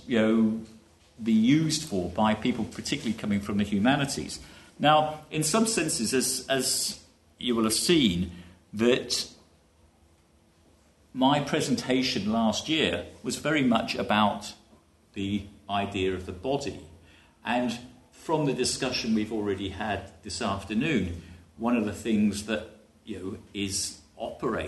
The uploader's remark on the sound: Framing Ageing Conference (Panel 3 - Successful Ageing and Technologies of the Self). At the Framing Ageing conference in UCD.